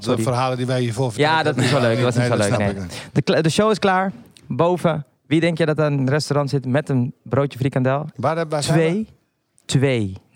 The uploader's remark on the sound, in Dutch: tijdens de extra editie van De Vrienden van Amstel LIVE